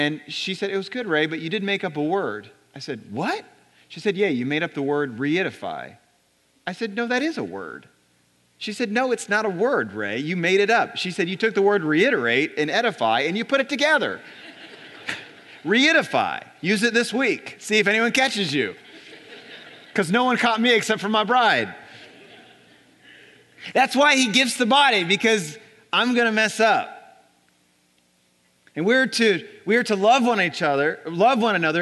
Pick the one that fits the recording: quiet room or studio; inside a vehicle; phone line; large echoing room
large echoing room